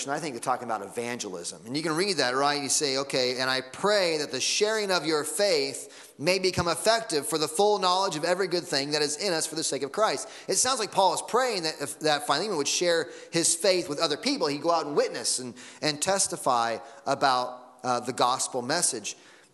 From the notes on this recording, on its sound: Sunday Morning Sermon Audio